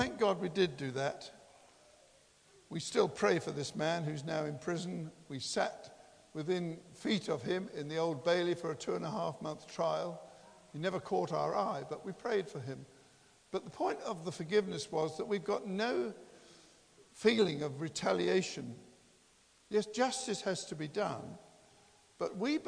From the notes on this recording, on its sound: Christ Church, Bayston Hill (UK)